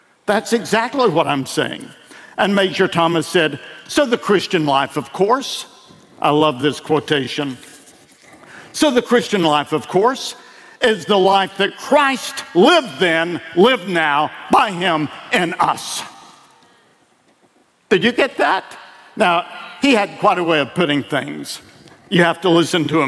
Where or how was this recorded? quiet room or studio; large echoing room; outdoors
large echoing room